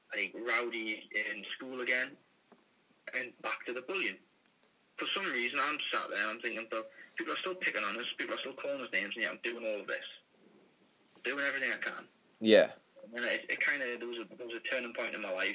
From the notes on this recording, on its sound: via a phoned in interview